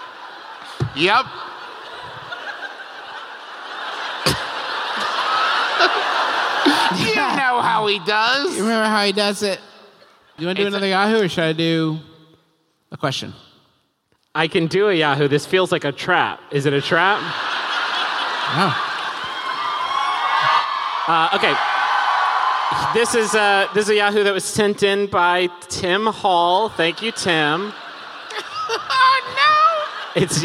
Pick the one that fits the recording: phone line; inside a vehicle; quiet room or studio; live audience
live audience